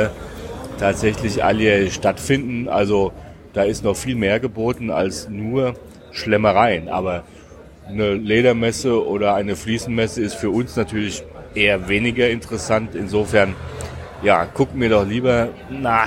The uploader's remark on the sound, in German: Wir sind wieder live mit dir unterwegs in der Hauptstadt der Region Emilia-Romagna und quatschen unsere Tipps für dich direkt vor Ort ins Mikro!